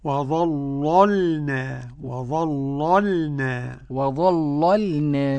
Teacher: الثانية ساكنة لا يغلظها، وظللنا، وأنا أغلظ اللام الأولى ورقق الثانية